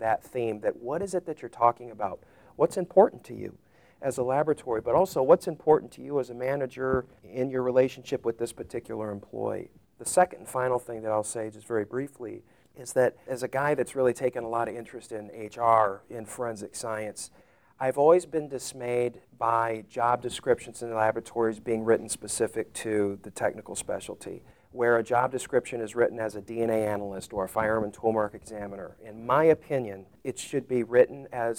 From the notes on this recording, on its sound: The majority of these interviews were recorded at the 2018 ASCLD Annual Symposium in Atlanta, Georgia.